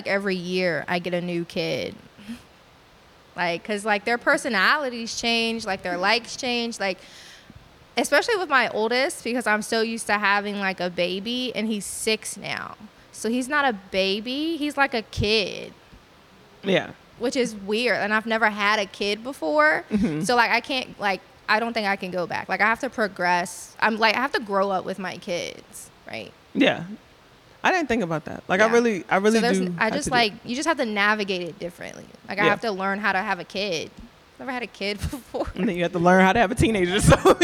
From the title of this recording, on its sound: Live Show